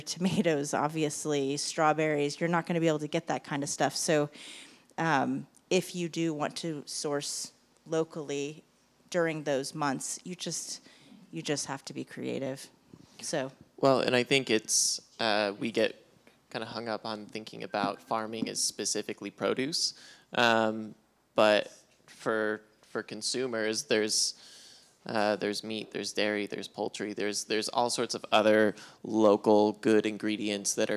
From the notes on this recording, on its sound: This special episode is a recording of our 'Think-N-Drink" event that took place on April 20th, 2022, at Mother's Brewing Company in Springfield, MO. In this conversation with three local restaurateurs.